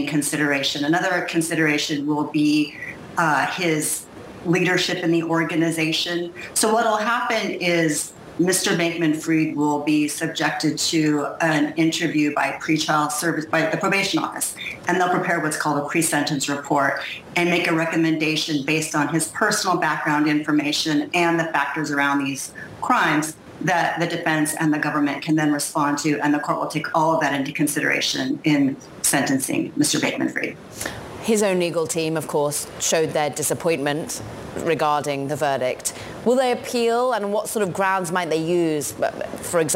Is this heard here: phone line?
no